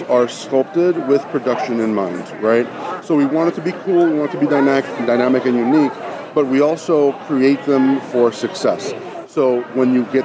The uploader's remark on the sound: The team presents live coverage of the Emerald City Comic Con in Seattle.